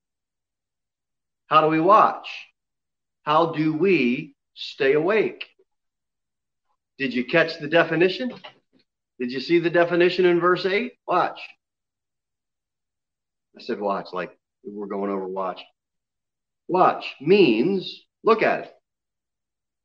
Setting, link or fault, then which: setting, large echoing room